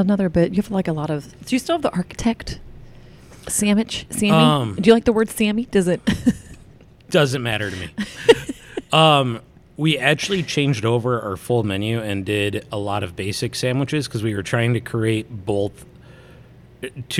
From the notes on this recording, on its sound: Myers' Deli & More lets the crew record an episode after hours, so everyone is using their NPR voices this time.